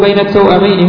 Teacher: هو بفتح التاء وإسكان الواو، وبعدها همزة مفتوحة